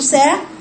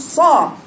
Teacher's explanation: الصاد صوته فين قريب من الحنك الأعلى · Shown in: second take